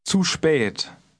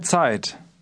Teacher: German Z has a TS sound, as in the word cats.